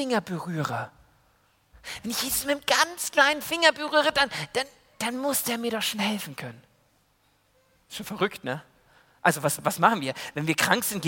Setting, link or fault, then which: setting, large echoing room